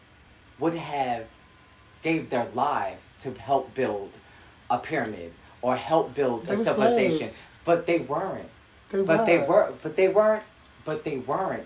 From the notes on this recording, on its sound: Didn’t plan on recording…just took out my phone and started.